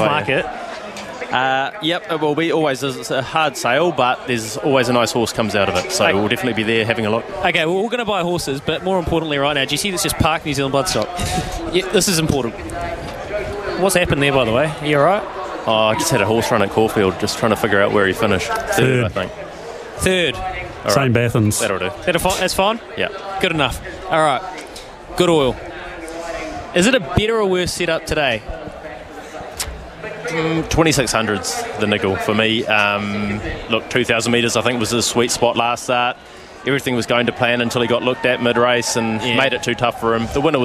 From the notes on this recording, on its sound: catches up with The Good Oil from Riccarton Park